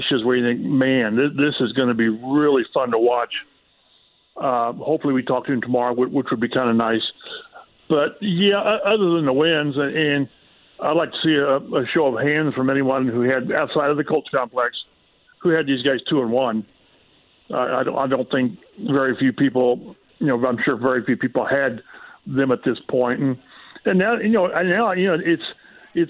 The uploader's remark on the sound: Call in from Rome ahead of the Ryder Cup to give a golf update!